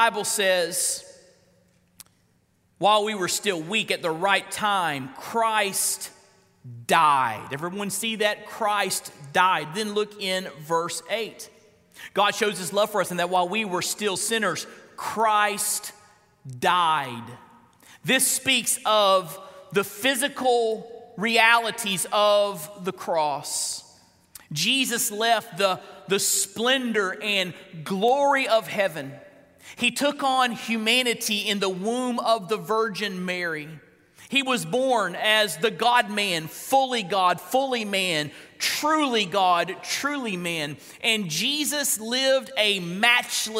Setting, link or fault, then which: setting, large echoing room